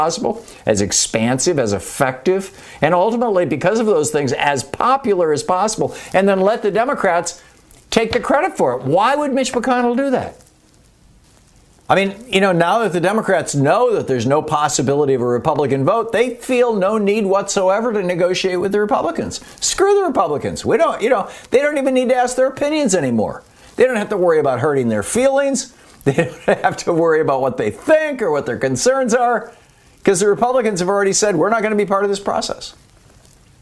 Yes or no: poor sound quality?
no